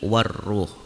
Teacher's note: Warruh di sini ada alif lam dan alif lamnya tidak dibaca jelas. Kemudian setelah alif lam ada tasydid, maka ini menunjukkan alif lamnya adalah alif lam syamsiah.